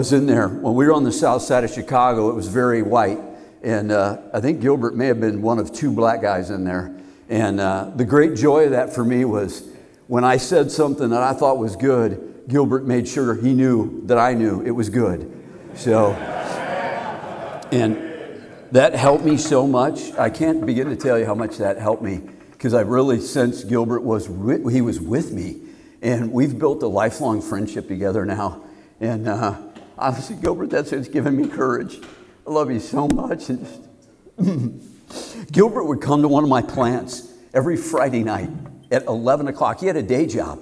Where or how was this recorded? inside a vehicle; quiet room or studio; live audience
live audience